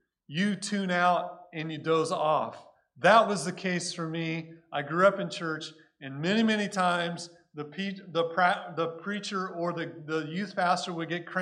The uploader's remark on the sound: Recorded at Cornerstone Church in Mesa, AZ